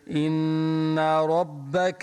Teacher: هون ربك الراء فخم لماذا؟ لأنها مفتوحة